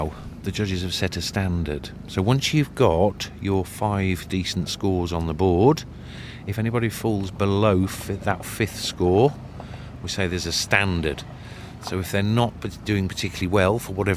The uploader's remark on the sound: At the English National Sheepdog Trials 2023. Recorded on location amid the wind whistling on a rather bleak hillside in Yorkshire.